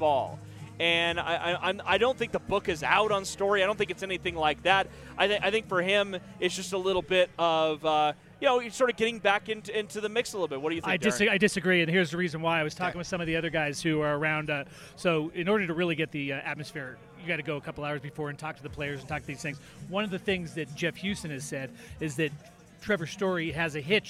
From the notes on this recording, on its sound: Recorded live at Tap Fourteen in LoDo.